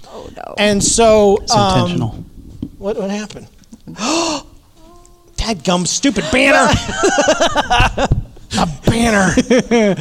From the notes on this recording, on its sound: This week’s episode is a question and answer panel recorded at the Narthex Con event here in Saint Louis. It was recorded in front of a live audience. Included questions submitted in person and online.